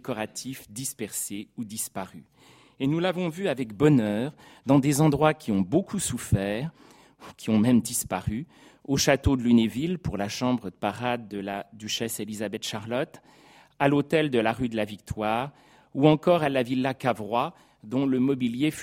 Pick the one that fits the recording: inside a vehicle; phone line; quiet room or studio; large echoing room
large echoing room